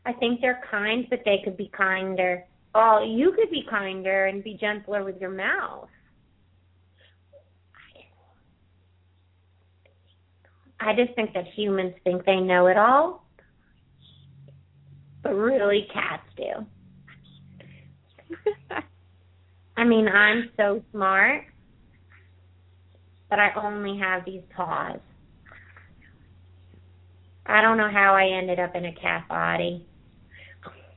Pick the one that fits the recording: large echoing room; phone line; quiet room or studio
phone line